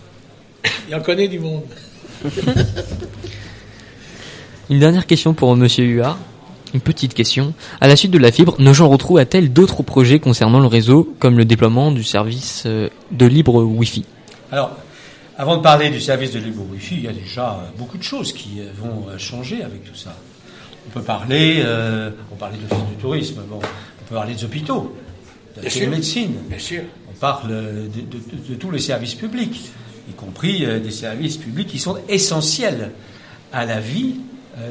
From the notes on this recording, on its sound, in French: Entretien réalisé en direct lundi 12 février 2018, lors de l'inauguration de la webradio Radio2B